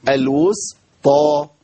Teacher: اقول الوس بس انا خلصت السين كده المرققه، ابتدي اخد هيئه الطاء. الوسطى بس، والهيئه بين الترقيق والتفخيم مش كبيره.